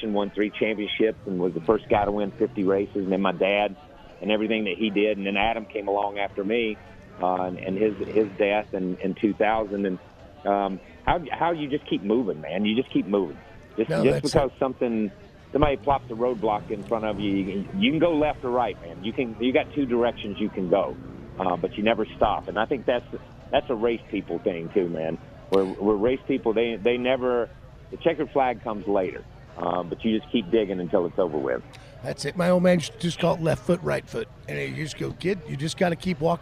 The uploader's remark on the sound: LIVE FROM STURGIS